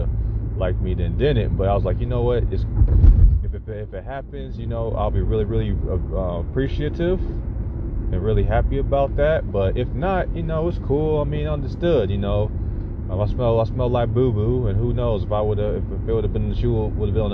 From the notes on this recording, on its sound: I am up in the car working on the course.